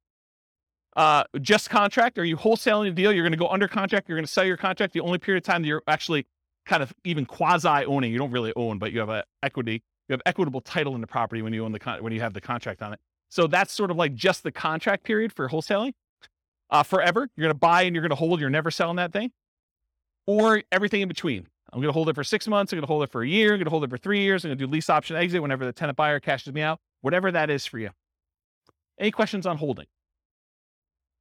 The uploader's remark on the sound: This was a live class recorded